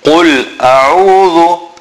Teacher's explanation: Qul a'udhu, ayn, center of the throat, dhal, tip of the tongue, just touching the tips or the bottom of the two top front teeth